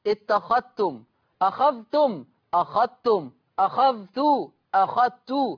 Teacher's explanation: في لفظ اتخذتم لا يتلفظ بالذال